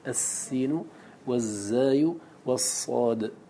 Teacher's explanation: فهذا الصوت الذي يكون في السين والصاد والزاي يسمى بالصفير